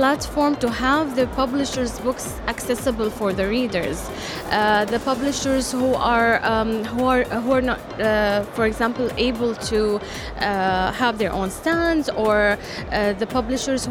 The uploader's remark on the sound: Live at SIBF 2023